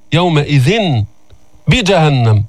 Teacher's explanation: وجيء يومئذ بجهنم، ها هذا الإقلاب، الإقلاب الأول في هذه السورة ولعله الأخير، الأول والأخير، قلبت النون، نون التنوين، ميما عند الباء